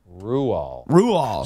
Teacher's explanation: the correct pronunciation of his name is actually Ruall, and the D at the end remains silent as the grave